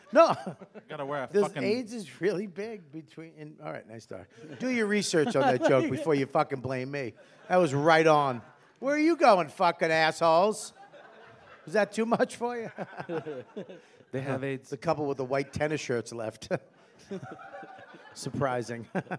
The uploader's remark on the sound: Live at JFL